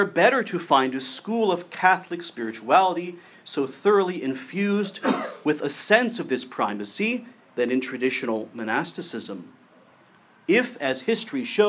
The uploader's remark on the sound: gave this paper at the 2016 Society for Catholic Liturgy Conference in Los Angeles (September 29—October 1)